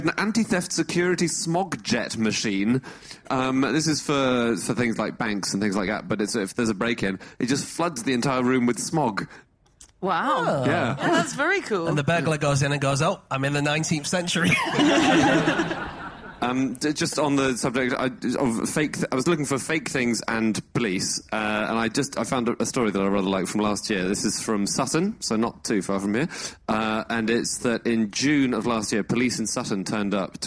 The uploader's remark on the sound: Live from the Udderbelly Festival